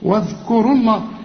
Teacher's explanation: الواو هنا اتلغت لانها ساكنة